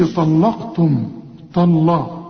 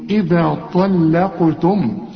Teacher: اللام زي ما انا قلت لك في اول الشريط مرققة، الطاء مفخمة، القاف مفخمة · Shown in: second take